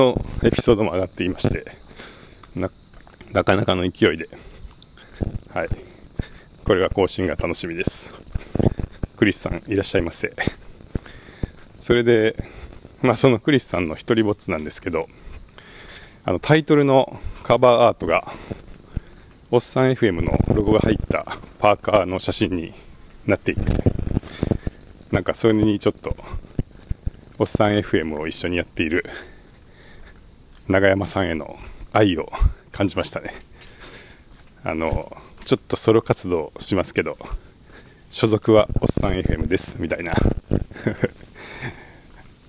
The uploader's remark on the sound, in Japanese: IQ6が使えない？収録中のポツポツ音は、音声編集で後からほぼ消すことができましたが、風の音が入ってしまっています。